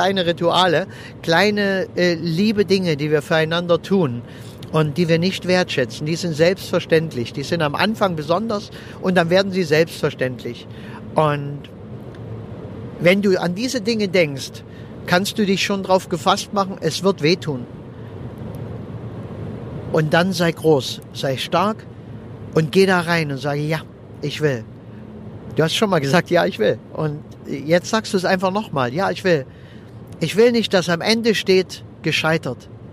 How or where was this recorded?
inside a vehicle